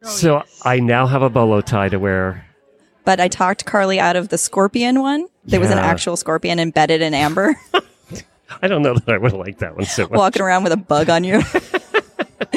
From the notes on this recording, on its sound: Live from AHP in Dallas. Is live at the American Horse Publications with a bunch of fascinating guests from the equestrian media.